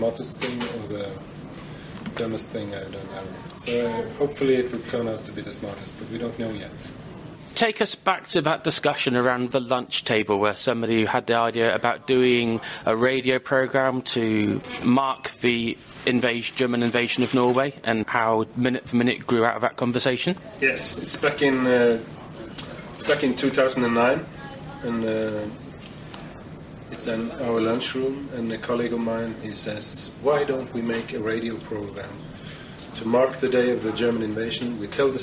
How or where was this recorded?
busy venue